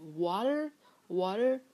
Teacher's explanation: 美音的 t 它会比较偏向于 d 这个音